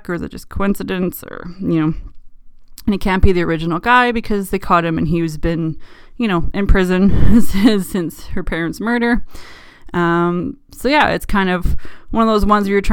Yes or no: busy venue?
no